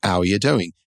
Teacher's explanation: There's also these funny things that happen, particularly with British English compared to American English, where a lot of British people will drop the H's sort of famously